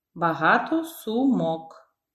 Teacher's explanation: Stress shifts to the last syllable. · Term: Stress pattern B